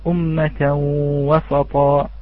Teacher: عندما نقول أمة وسطا، تسمعون هذا وسطا، هذه الصاد سين، هي في الأصل سينا ولكن الآن لفظناها بالصاد، لماذا؟ لأن ما جاورها الطاء طغى عليها وطغى على اللسان فأتينا بها صادا